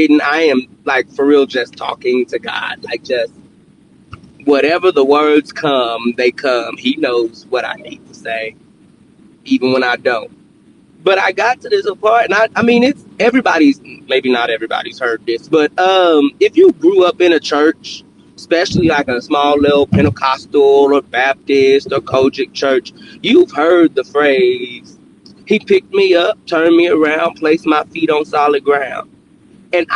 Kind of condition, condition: setting, inside a vehicle